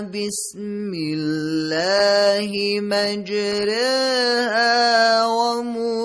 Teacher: را رو باید به صورت کسره فارسی قرائت کنیم که به درستی قرائت شد